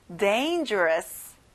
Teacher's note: 앞에 dane의 강세를 넣어보는 거예요